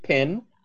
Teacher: the P at the front of the pin is aspirated